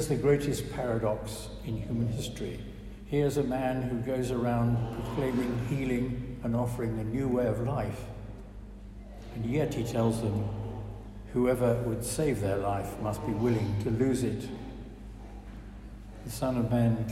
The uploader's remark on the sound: preached at our service